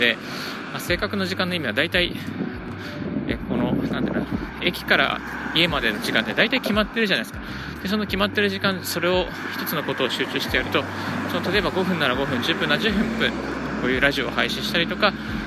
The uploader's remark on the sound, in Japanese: 歩きながらラジオ配信。